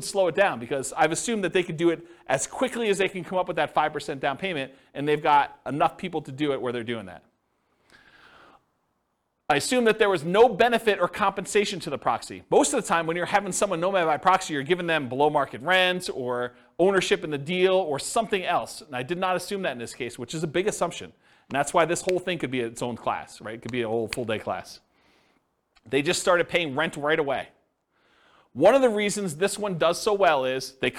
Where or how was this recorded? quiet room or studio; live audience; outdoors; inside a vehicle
live audience